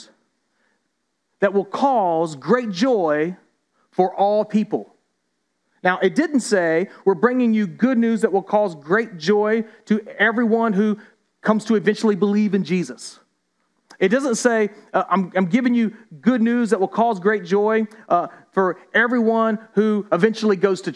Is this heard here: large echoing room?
yes